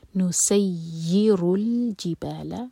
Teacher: سین پر سیٹی والی آواز اور یا کو اسٹرانگ پڑھا جائے گا. نسیر الجبال، رو ہیوی.